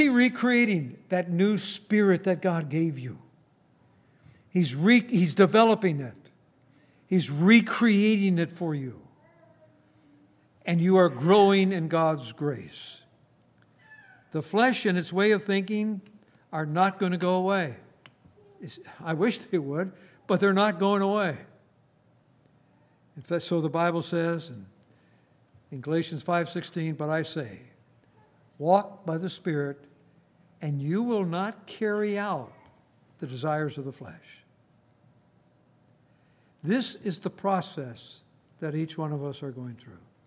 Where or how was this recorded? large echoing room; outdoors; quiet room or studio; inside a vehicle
large echoing room